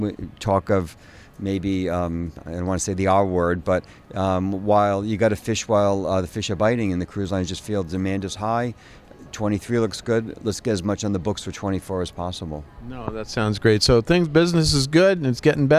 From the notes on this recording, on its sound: at the recent EDGE conference